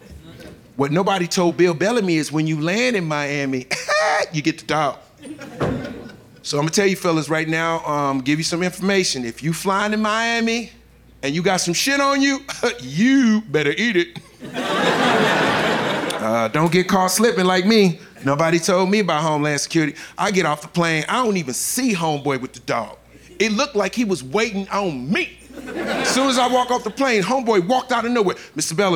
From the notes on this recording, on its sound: Live from Tribeca.